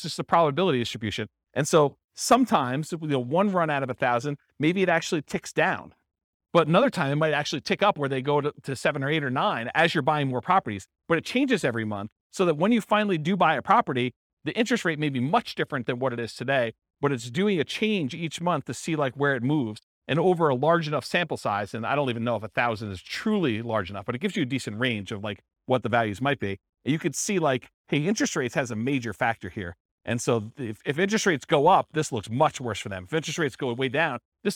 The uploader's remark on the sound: This was a live class recorded